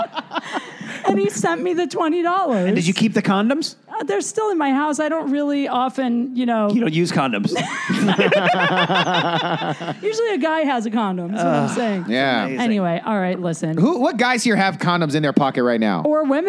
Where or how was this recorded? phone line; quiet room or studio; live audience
live audience